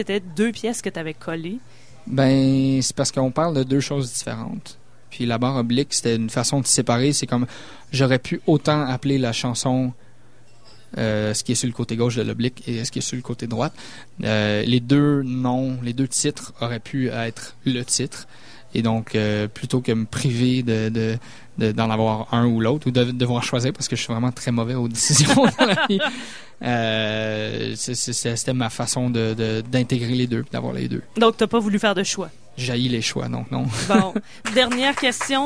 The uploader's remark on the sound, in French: en direct du bar le Sacrilège, sur les ondes de CKRL 89,1